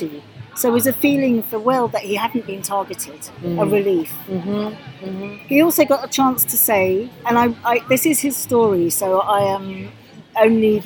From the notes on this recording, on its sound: on the ground at the European Forum for Restorative Justice Conference, June 2023